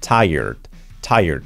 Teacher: Como taller de coche, me voy al tire, pues con acento en la primera sílaba, tired, y poniendo una D al final